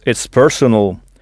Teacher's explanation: Il faut bien frapper la première syllabe, personal.